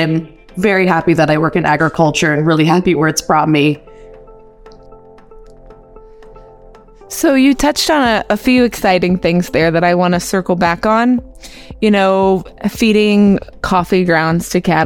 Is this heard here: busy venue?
no